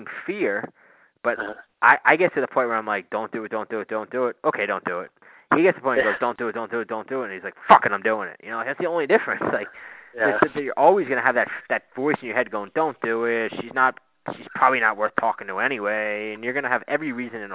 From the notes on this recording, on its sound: on the phone to do a podcast I had wanted to do for a very long time